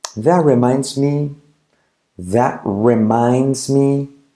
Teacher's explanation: la T final de that casi no se dice